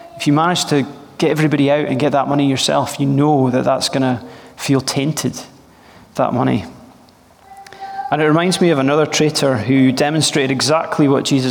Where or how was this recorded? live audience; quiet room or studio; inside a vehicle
live audience